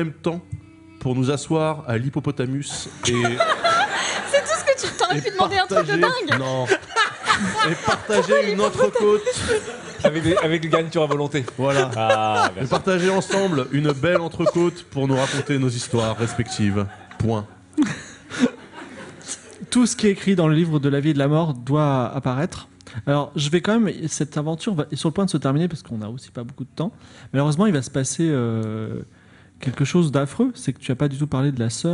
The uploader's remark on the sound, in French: Game of Rôles en public